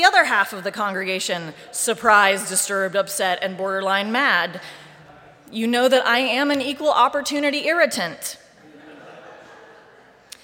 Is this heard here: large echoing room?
yes